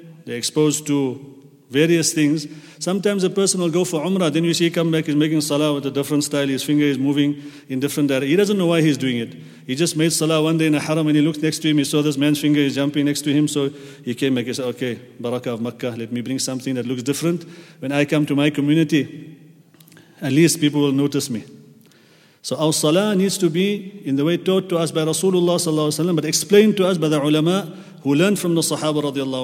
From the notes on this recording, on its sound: At the Houghton Masjid (West Street).